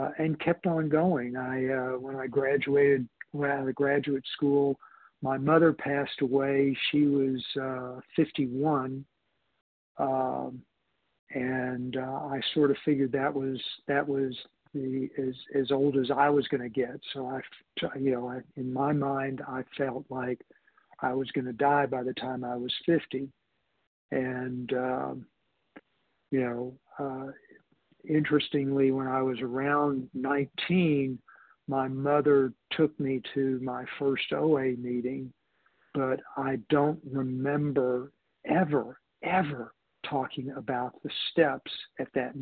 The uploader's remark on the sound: 100 Pounders Phone Meeting, 12/13/23